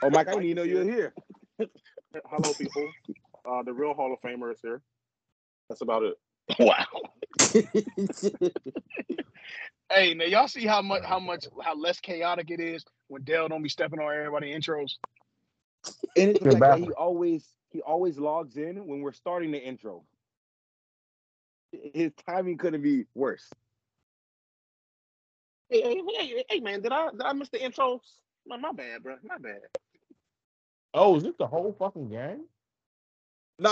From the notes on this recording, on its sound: Excuse the technical difficulties in this episode, sever thunderstorms have our wires fried.